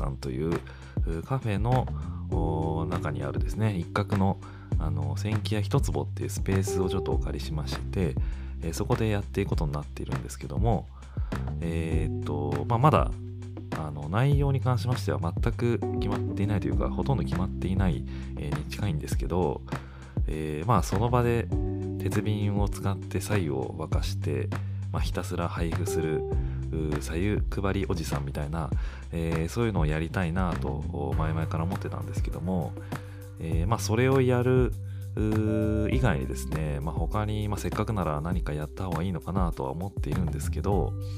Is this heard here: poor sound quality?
no